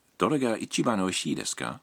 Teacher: Adding ですか at the end of the sentence and raising the intonation turns it into a question